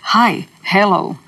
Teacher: Zapravo to je jedan impuls zraka iz pluća koji prolazi kroz grlo, koje se još nije dovoljno zatvorilo, nije počelo vibrirati i to je taj h. Ili to je ona struja nakon što glasnice prestaju titrati koja se još čuje.